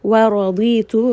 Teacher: ra is going to be heavy because it has a fatha, you can put a small h underneath.